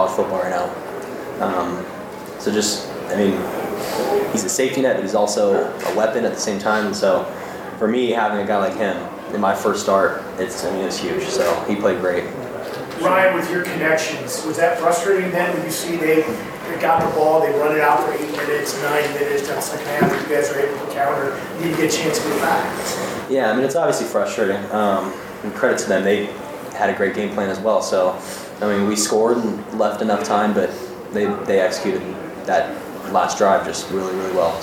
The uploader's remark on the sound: Post-game press conference